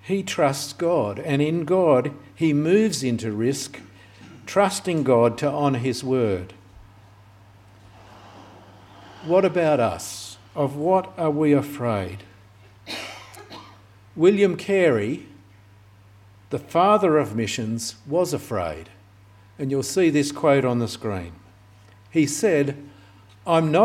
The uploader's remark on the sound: This sermon was preached on the 20th of August 2023 at all services of Helensburgh and Stanwell Park Anglican Church.